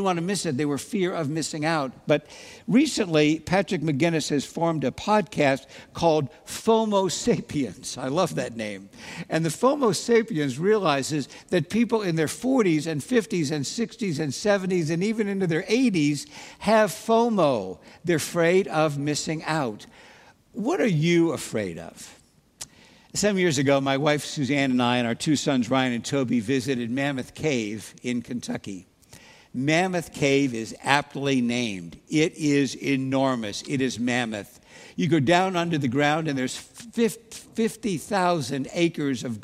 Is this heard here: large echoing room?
yes